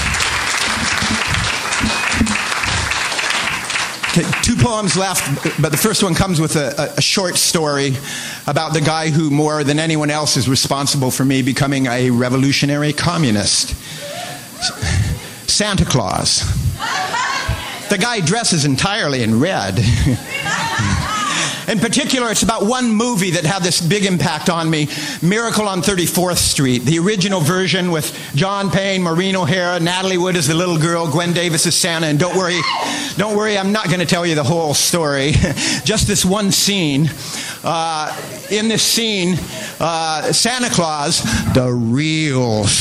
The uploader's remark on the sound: Live from the Vancouver Poetry Slam